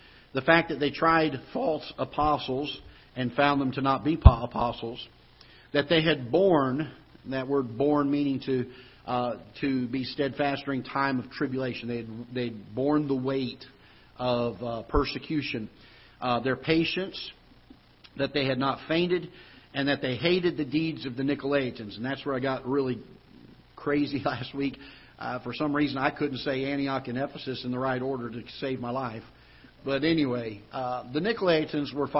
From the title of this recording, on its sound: Ketha Heights Baptist Church ~ Live Broadcast